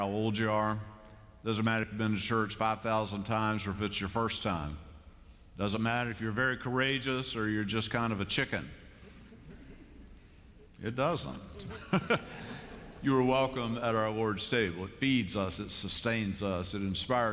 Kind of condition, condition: setting, large echoing room